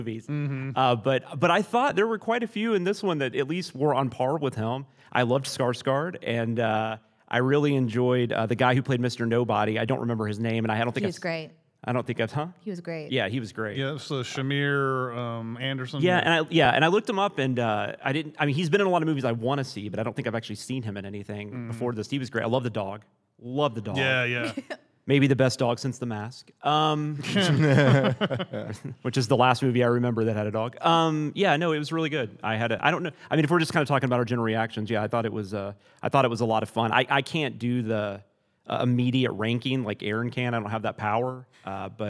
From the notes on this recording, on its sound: Live from SinWeek! Joined by the entire CinemaSins staff, live at SinWeek.